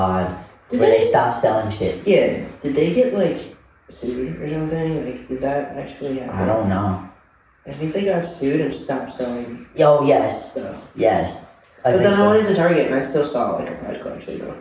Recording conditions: poor microphone